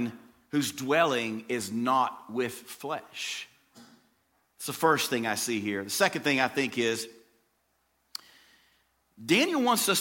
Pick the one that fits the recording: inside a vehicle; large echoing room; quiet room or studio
large echoing room